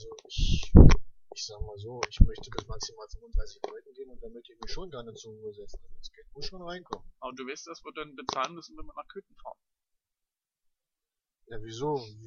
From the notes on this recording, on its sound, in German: Wir bitten also, die Tonqualität für unsere Pilotfolge zu Entschuldigen.